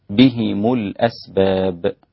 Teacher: والباقون بكسر الهاء وضم الميم